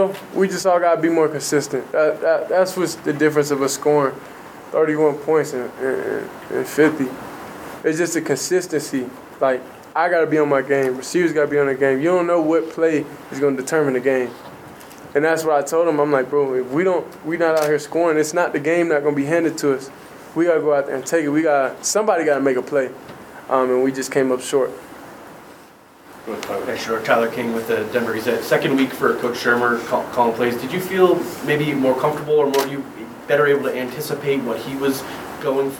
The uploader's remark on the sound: Post-game press conference